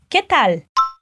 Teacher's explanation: O L no final é como a pontinha da língua lá em cima no céu da boca.